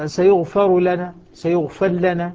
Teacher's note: أدغمنا الراء في اللام